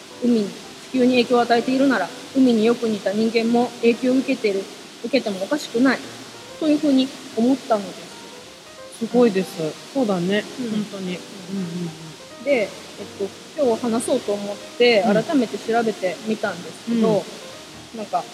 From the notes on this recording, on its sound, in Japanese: 新月の日に滝の横で収録した。滝の音とマイナスイオンをたっぷり乗っけて配信します。